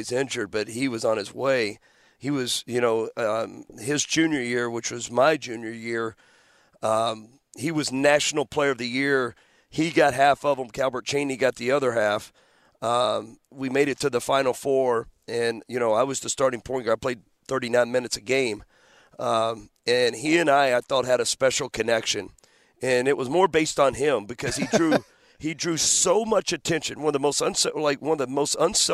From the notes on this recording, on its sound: live from Chaifetz Arena